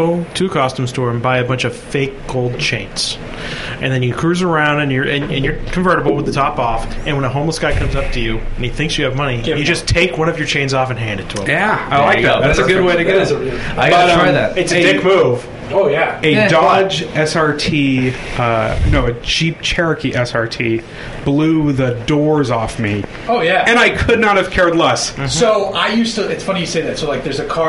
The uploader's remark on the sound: It wouldn't be a Hooniverse podcast without the potential for audio issues...